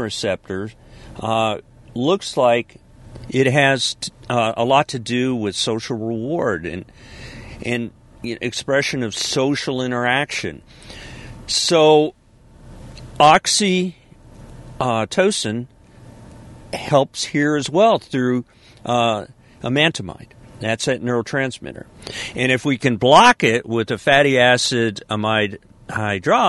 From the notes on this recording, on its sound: This is a podcast from the car. Of course, ending at Publix.